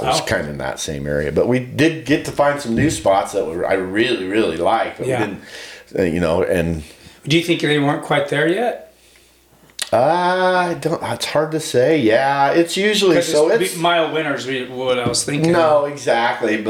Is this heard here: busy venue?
no